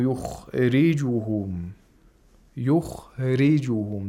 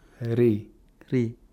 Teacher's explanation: The ra has a kasra. So it should be pronounced thinly.